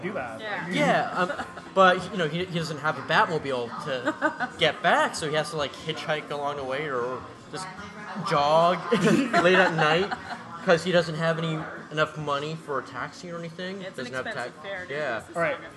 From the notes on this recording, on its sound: Recorded at the Northern Belle bar (pardon the background noise,).